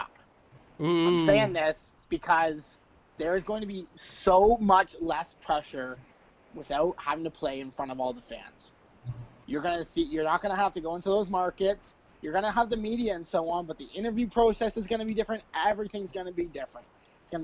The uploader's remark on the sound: While the audio in this episode isn’t what you usually get from Poor Sports, by practicing good social distancing something had to give.